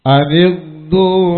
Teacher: Anigdu goin tidak dipantulkan karena goin bukan huruf kolkola.